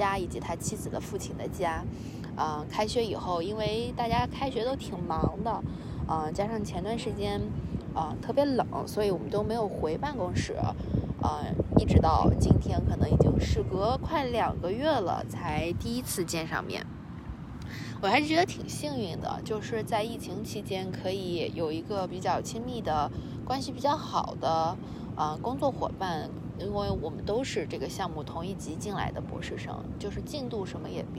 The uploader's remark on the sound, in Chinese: 这一集是在学校里草坪上坐着录制的，你可能会听到比较大的风声，不好意思啦。